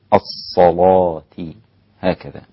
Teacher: الصلاة قرأت بتغليظ اللام عند الإمام ورش عن نافع